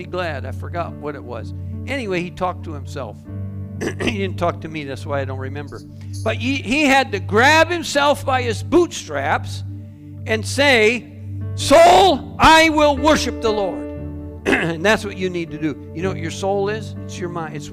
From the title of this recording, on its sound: Calvary Assembly of God live Stream